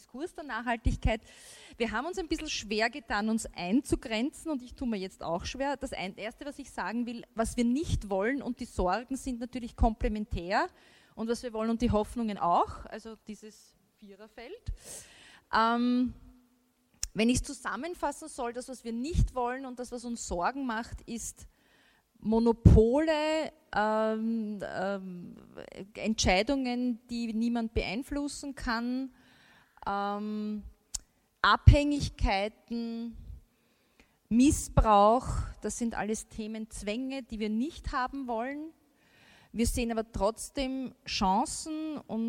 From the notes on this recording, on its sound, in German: Die Folge entstand vor Livepublikum im Palais Eschenbach.